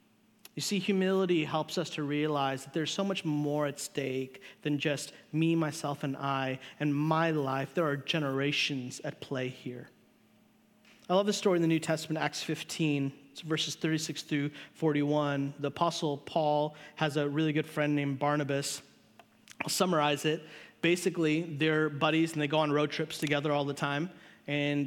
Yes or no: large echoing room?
yes